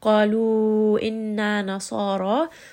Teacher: صَاد is heavy, رَا is also heavy because it has a fatha, and both of these are 2-count مُدُود.